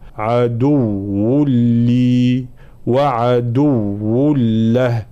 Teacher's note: نبين تشديد الواو مع الضم هنا وكذلك تشديد اللام